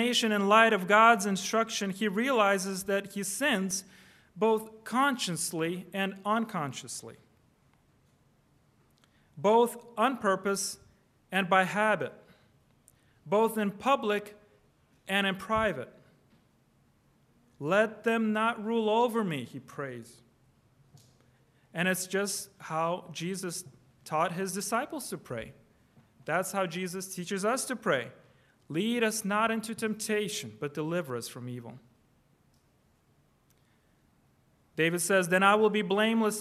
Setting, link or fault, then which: setting, large echoing room